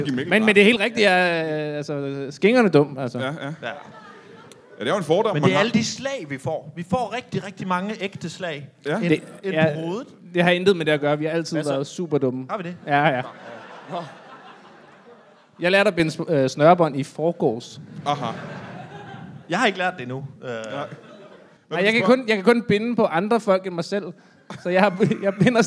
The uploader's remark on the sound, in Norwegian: LIVE fra Comedy Zoo